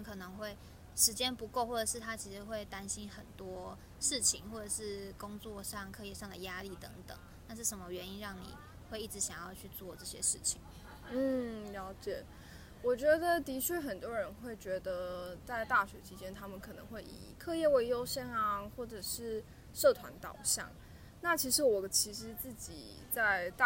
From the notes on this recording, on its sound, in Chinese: 不得已在戶外錄音，聲音品質請大家包涵ＱＱ